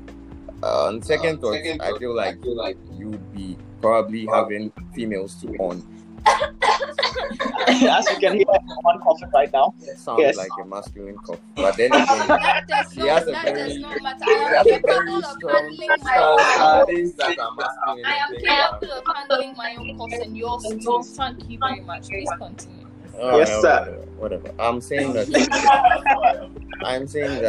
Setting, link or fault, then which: fault, background noise